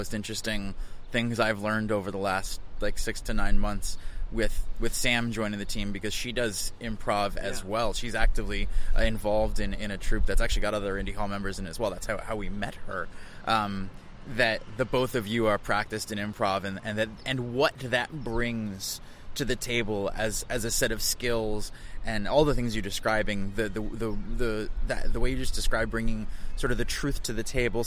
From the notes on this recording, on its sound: Live from Coworking Europe